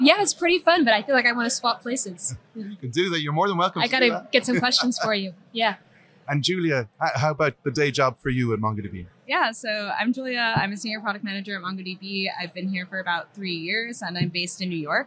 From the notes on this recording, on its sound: Recorded live at the MongoDB .local London conference